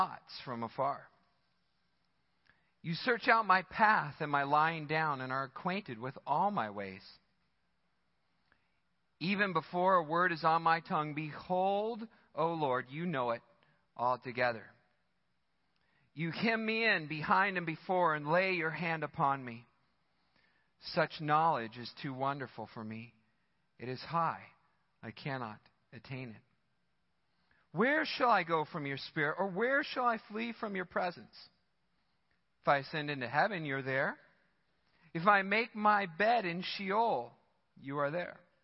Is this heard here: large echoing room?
yes